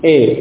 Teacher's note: Dari A fathah, A menuju ke kasrah, I. Menjadi tengah-tengahnya. · Term: imalah